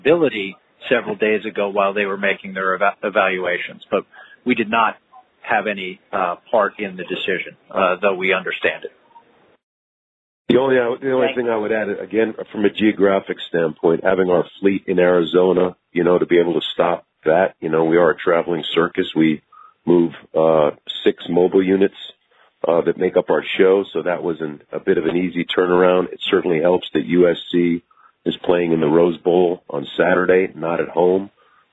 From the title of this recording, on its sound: MNF Conference Call